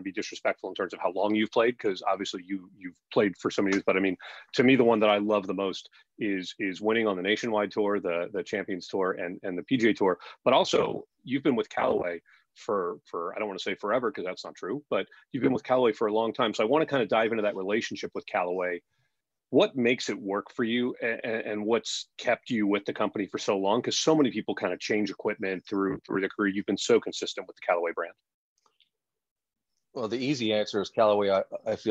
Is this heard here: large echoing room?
no